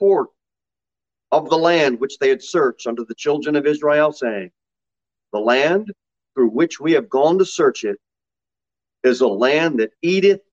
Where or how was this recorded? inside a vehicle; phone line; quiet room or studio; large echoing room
large echoing room